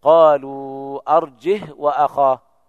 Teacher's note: بدون همز وإسكان الهاء